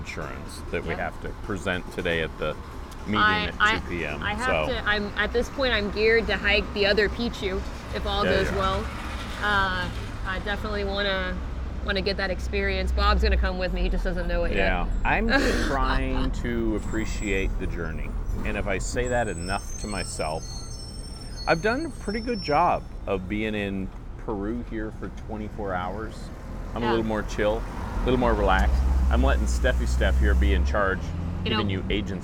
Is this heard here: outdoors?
yes